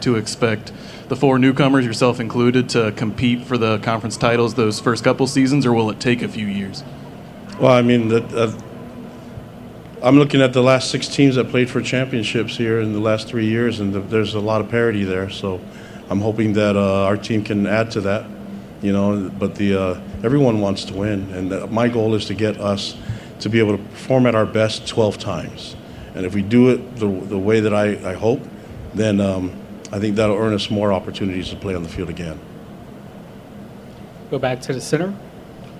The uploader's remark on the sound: press conference at Big 12 Football Media Days